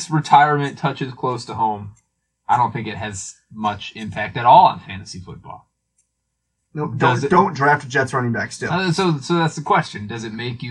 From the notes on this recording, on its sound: tripped on a wire and fucked up the audio quality